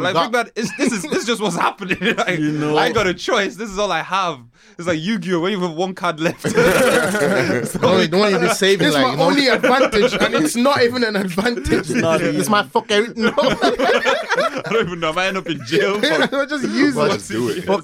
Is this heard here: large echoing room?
no